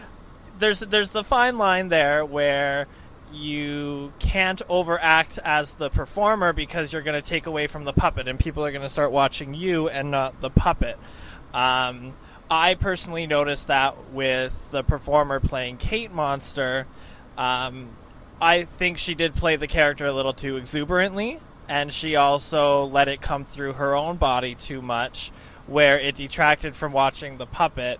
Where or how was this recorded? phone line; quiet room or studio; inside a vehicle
inside a vehicle